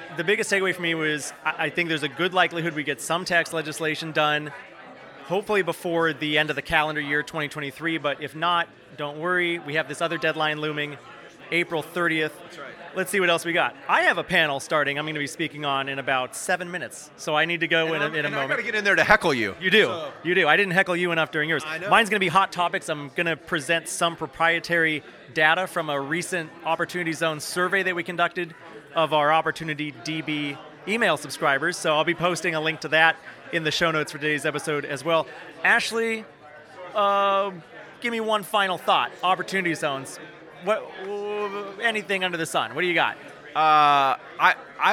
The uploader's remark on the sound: 150 of the top Opportunity Zone professionals and investors gathered in Washington DC for the Novogradac 2023 Fall Opportunity Zones Summit. Live on-site.